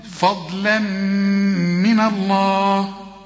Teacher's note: إنما الضاد هي المفخمة، اللام هنا مرققة والميم مرققة والنون مرققة